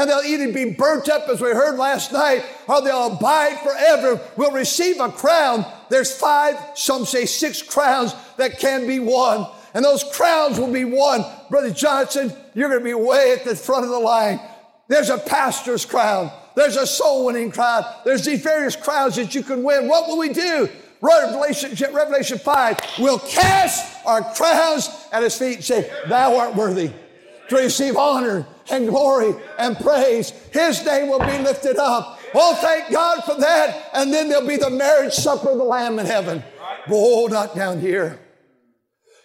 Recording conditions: live audience